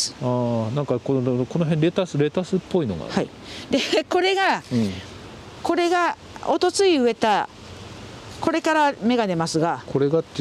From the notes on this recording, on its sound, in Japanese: ハウスや畑を歩きながら、話を聞いています。札幌の地温はまだ寒く。